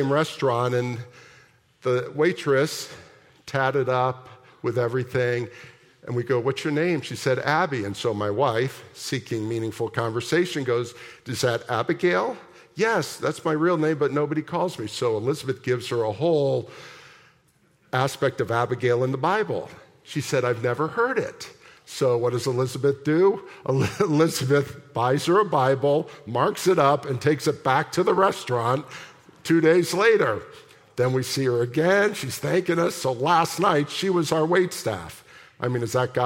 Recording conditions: large echoing room